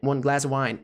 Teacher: Veja como realmente fica grudado as duas palavrinhas com o a ao invés de of.